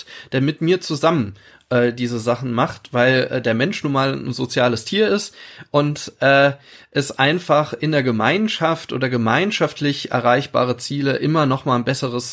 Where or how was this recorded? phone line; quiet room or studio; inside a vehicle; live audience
quiet room or studio